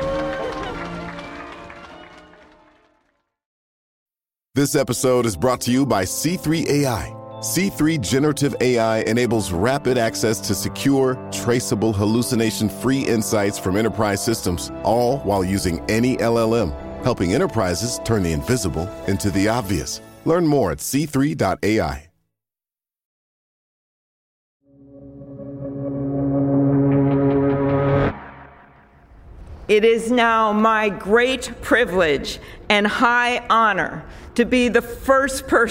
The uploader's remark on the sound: On the streets outside. On the Ground at Biden's Inauguration.